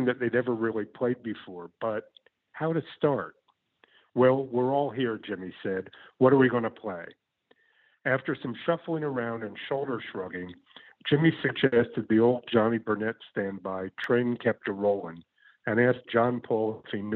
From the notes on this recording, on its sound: Via internet phone.